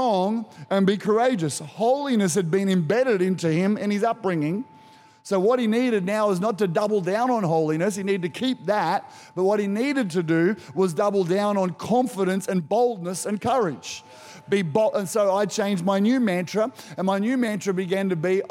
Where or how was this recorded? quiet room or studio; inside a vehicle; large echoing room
large echoing room